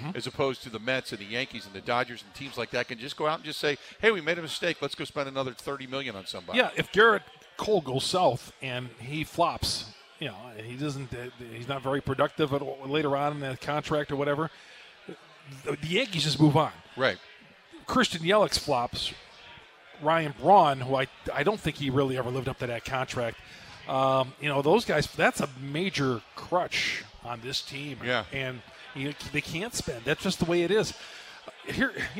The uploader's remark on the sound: spends the first hour live from Steny's